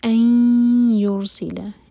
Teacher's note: این یہ ادغام غنہ کے ساتھ، دو سیکنڈس کا ٹائم دیں گے اور غنہ کریں گے. این یور، یور را سکون کو ہیوی کریں گے کیونکہ اس سے پہلے ہے دومہ، تو منہ بھر کر را پڑھیں گے.